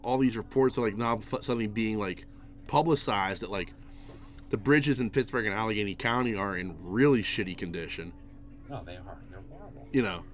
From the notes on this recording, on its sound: Live From The Nerd Korner. This week we are live at the Nerd Korner.